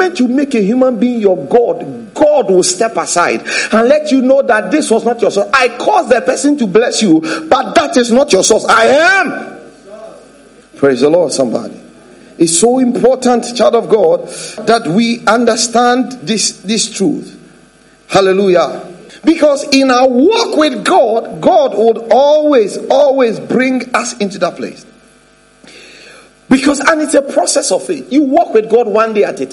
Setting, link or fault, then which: setting, large echoing room